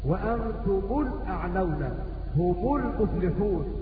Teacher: يقرؤون ميم الجمع قبل السكون بضم ولكن بغير صلة